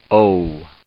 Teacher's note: Notice that it was rounded into an OO sound at the end